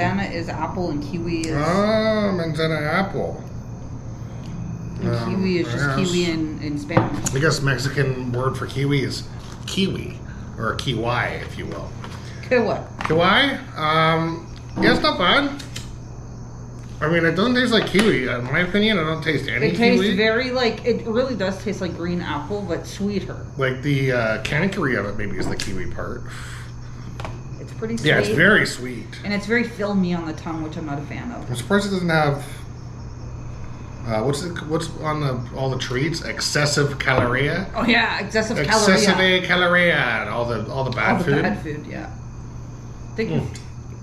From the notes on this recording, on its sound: Barceló Maya Riviera Resort in Mexico. They recorded a podcast on the balcony of course!